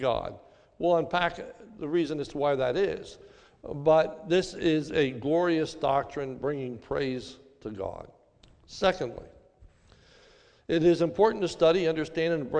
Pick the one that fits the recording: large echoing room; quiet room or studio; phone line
large echoing room